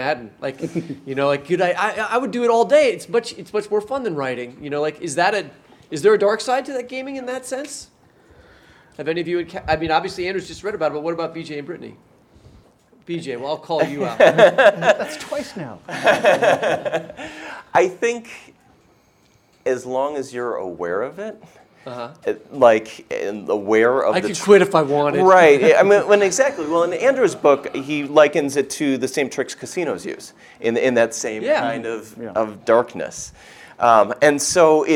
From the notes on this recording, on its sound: Live from the Unbound Book Festival in Columbia, Missouri. All three authors read from their work.